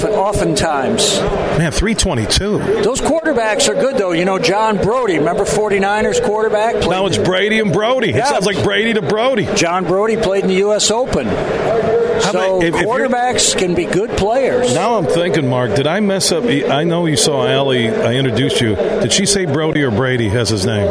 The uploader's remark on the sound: Today, we're broadcasting live from the West Michigan Golf Show inside of DeVos Place in Downtown Grand Rapids.